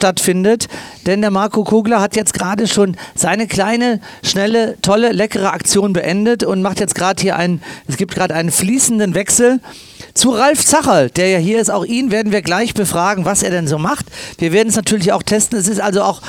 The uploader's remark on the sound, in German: live am Strand im ROBINSON Soma Bay